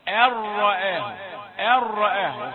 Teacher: النون الساكنة في أن مدغمة في الراء مدغمة من غير غنة